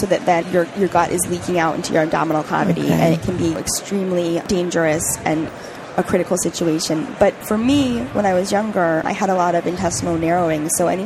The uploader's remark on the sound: The episodes were broadcast live in CTGHS’s booth at the The HIMSS15 Annual Conference and Exhibition. The interviews were recorded. Live from the HIMSS 15 Exhibition floor in Chicago.